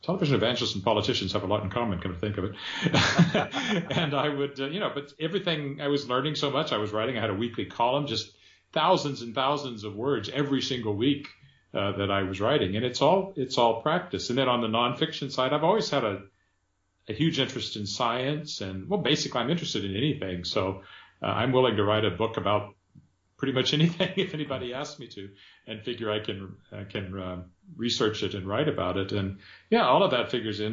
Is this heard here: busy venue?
no